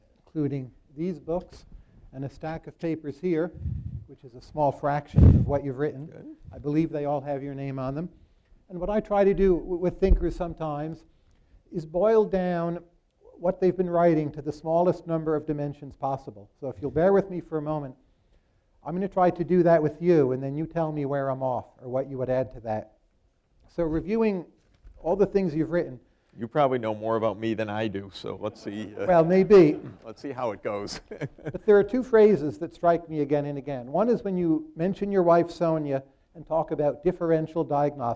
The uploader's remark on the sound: Live at Mason